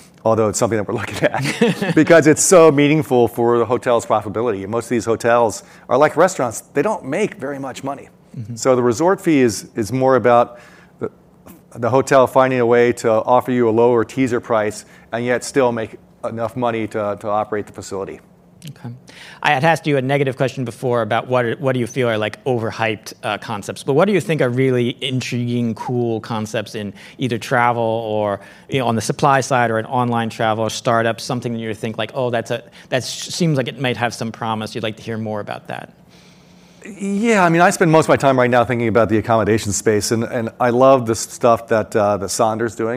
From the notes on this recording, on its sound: The event was recorded at Ogilvy's headquarters in New York City on January 19, 2022.